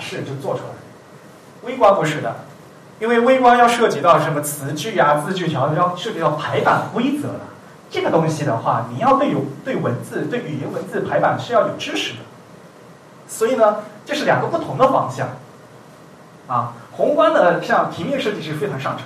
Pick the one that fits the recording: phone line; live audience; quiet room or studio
live audience